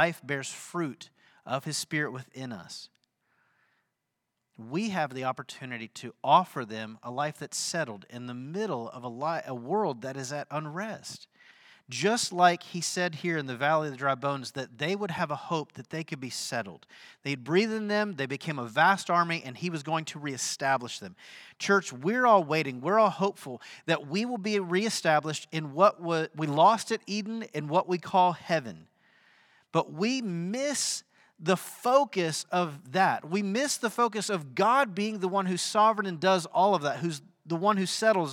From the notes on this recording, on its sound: Sunday sermon at The Fellowship in Nashville